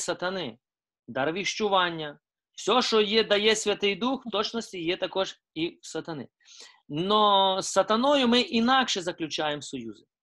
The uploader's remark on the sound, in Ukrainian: Zoom зустріч